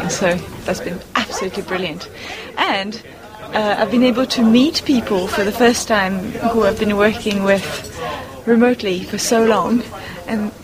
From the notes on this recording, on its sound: A series of interviews from the Communicating Astronomy with the Public conference. National Astronomy Meeting 2010.